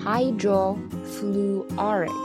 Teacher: 那个乌和凹本身呢，他们俩很接近，这个时候我们就可以把它发的没有那么明显